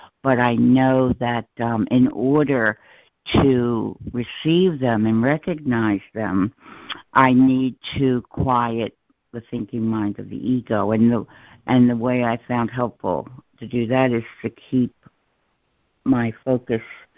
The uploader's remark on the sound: ACIM Daily Conference Call.